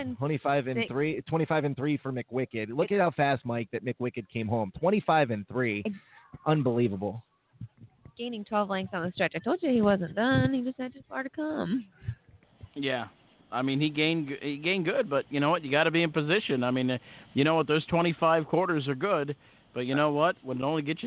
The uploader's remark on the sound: live from Hoosier Park Racing and Casino in Anderson, Ind.